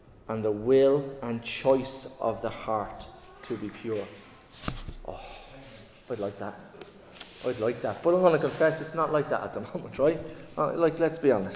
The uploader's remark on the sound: Recorded live in Liberty Church on 2 July 2023